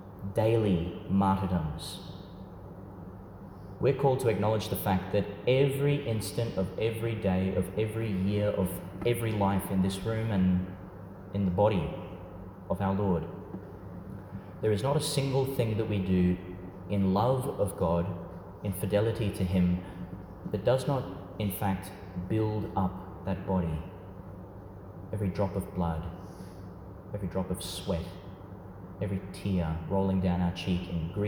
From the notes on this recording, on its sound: Delivered at St Peter Chanel Church, Tannum, Qld.